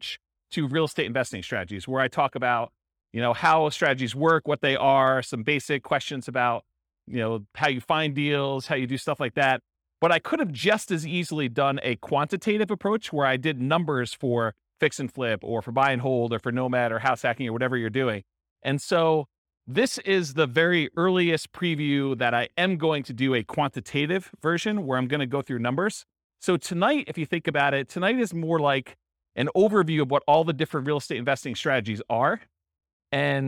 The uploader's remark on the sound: This was a live class recorded. Real estate entrepreneurs in Jersey City, New Jersey.